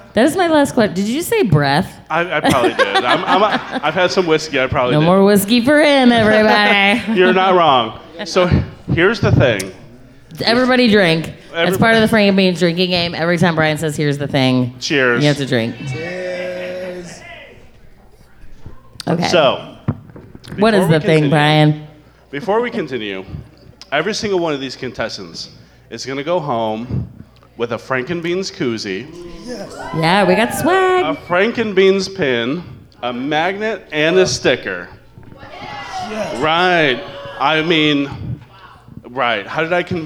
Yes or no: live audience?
yes